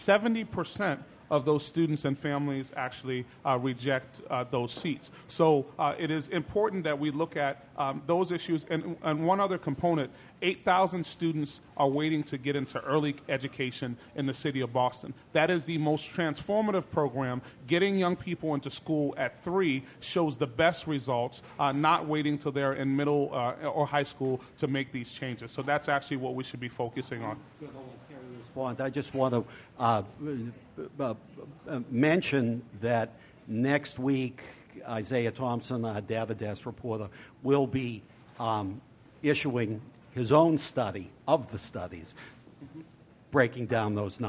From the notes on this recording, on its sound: A Debate On Charter Schools Live From The BPL.